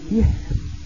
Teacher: لو وقفنا بالإشمام ويقول سحر أضم الشفتين وتبقى الراء مرققة